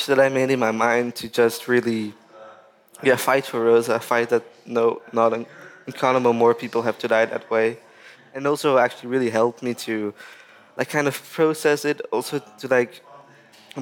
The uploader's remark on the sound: This Nordic Talks episode is the third of five special podcast episodes, recorded at COP28 in Dubai.